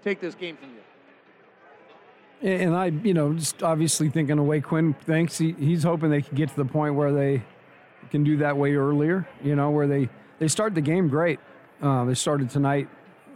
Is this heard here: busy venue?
yes